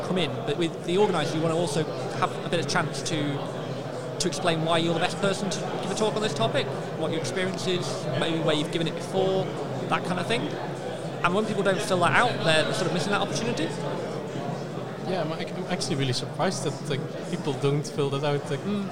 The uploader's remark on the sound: The second of three episodes recorded at PHPBenelux 2020.